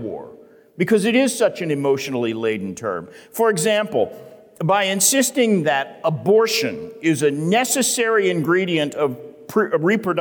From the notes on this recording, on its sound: The Great Awokening Conference, Session 10.